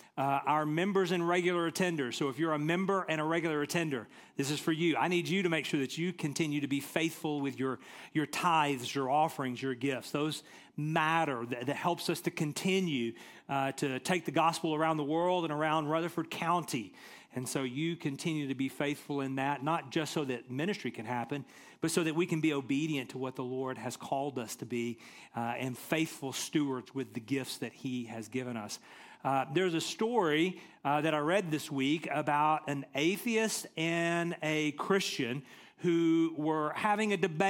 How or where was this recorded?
large echoing room